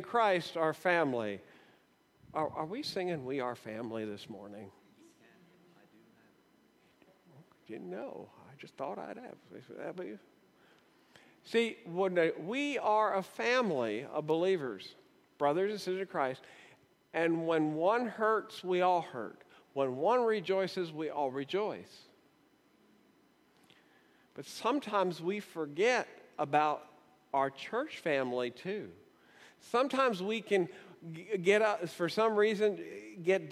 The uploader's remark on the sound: This is a recording of our 9:00am Service from July 30, 2017.